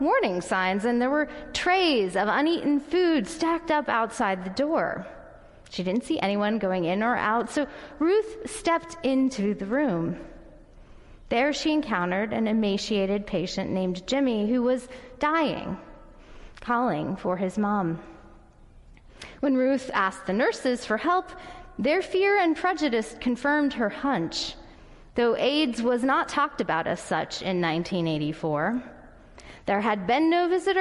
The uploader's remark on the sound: Audio recording of the sermon in Ellis Hall